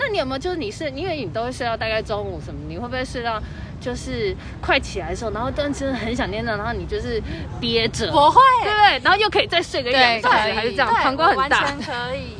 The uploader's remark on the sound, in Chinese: 首次街訪。首次席地而坐街頭不收音訪談(含赤裸車聲)。